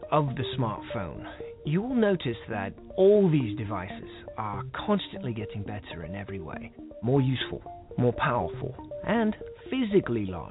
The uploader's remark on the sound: GB/DET Recap + Your Phone Calls!